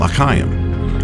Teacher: One written as capital H is the throaty sound at the end of the German word Bach, or in the middle of the Hebrew toast L'chaim.